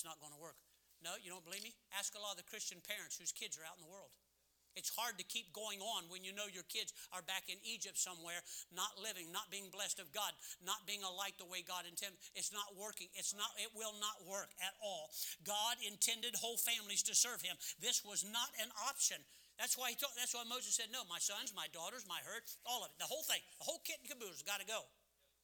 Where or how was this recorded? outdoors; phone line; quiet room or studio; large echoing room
large echoing room